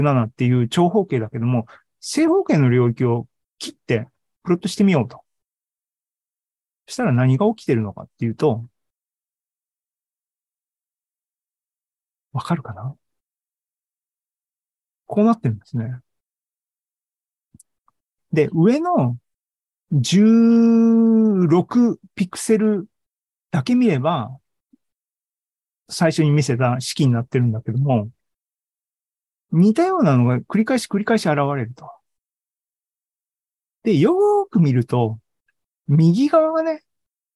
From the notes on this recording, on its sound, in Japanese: ２０２２年１０月２６日に開催した ZOOMライブの模様です